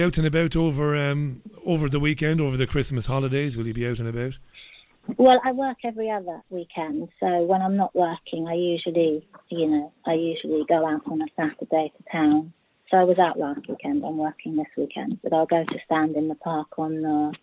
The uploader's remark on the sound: Global Phone-In. Took calls from listeners as far afield as Vancouver Canada, Johannesburg, Northern Spain and the UK.